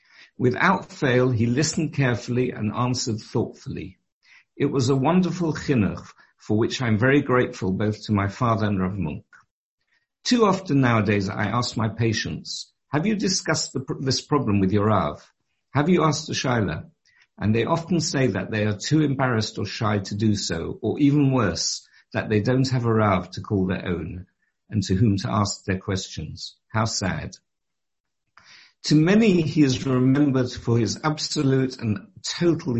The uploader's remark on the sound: Delivered and recorded over Zoom.